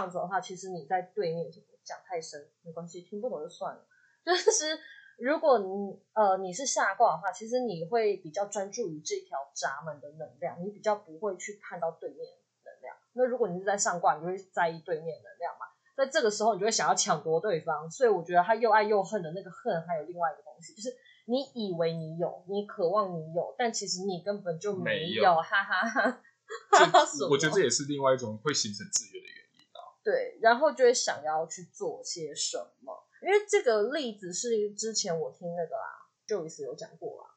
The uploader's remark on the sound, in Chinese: 本集因錄製時忘記轉換麥克風，音質不太好，敬請見諒～（這集已經重錄兩次啦）。